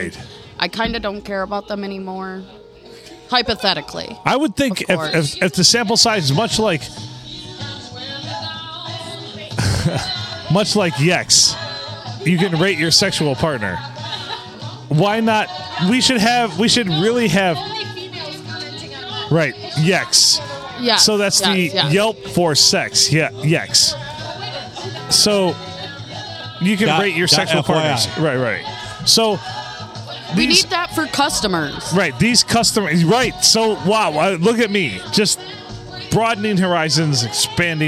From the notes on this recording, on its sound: Recorded at the other round table in the main bar at the Blue, on a Monday night.